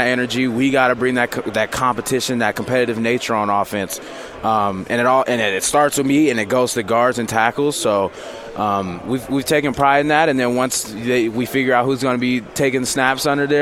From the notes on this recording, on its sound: Live from Pac 12 Media Day.